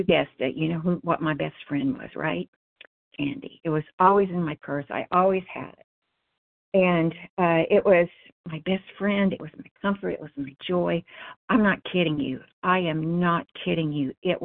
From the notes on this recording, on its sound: 100 Pounders Phone Meeting